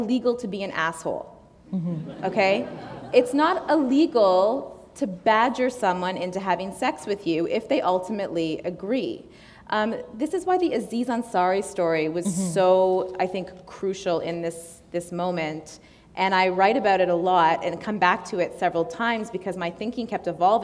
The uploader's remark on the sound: recorded on stage at one of Toronto Public Library ’s 100 branches